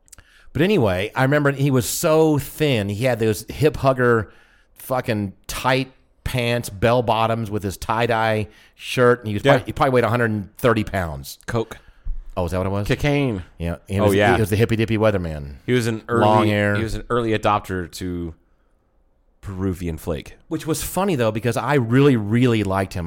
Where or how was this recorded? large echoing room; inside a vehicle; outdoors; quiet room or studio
quiet room or studio